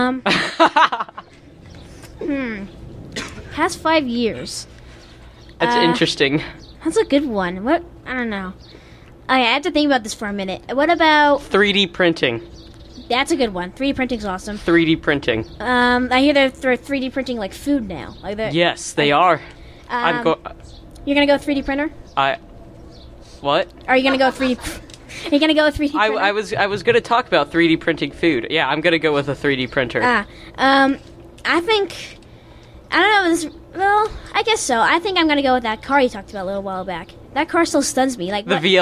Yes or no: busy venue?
yes